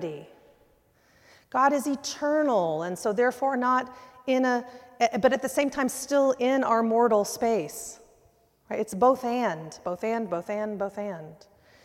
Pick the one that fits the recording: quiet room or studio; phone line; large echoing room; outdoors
large echoing room